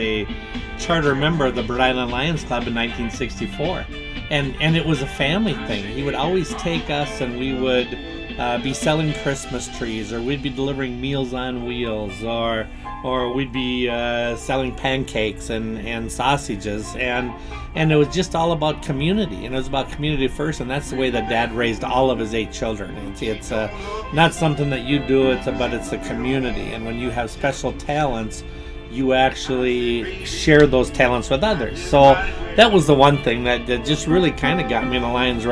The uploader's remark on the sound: this podcast was recorded from the Grooms VIP room at his wedding